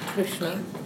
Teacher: the R is actually the semi-vowel R, Krishna. And it's kind of where you curl up the sides of your tongue in the back.